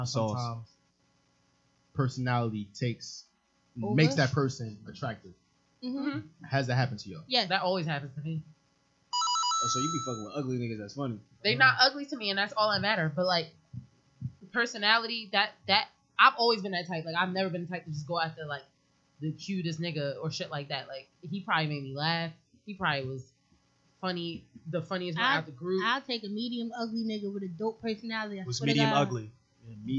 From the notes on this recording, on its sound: Few audio issues this episode, apologies!